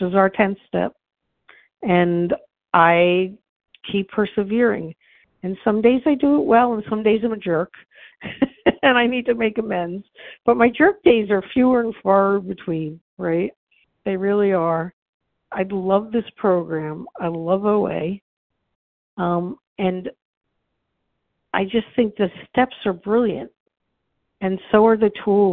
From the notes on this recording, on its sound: from the 100 Pounders Phone Meeting, 8/16/23.